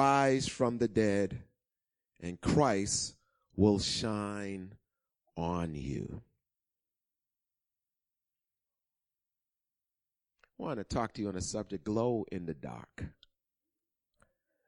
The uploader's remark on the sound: Recorded on 2016-03-13 08:30am Service